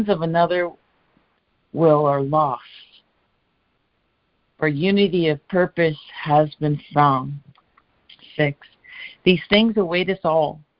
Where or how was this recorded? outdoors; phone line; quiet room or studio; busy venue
phone line